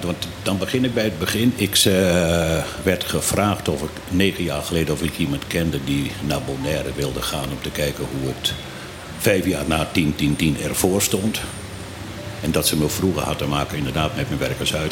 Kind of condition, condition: setting, busy venue